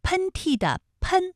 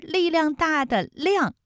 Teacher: 喷嚏的喷是前鼻音，它的韵母是 N，而力量大的量是后鼻音，它的韵母是 iang